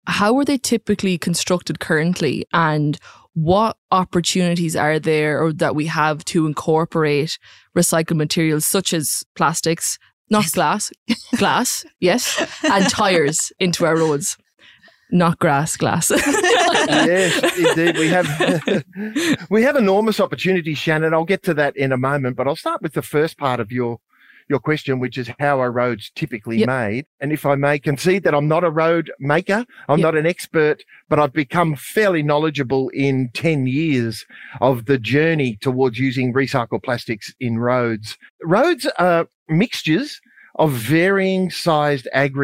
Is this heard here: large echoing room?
no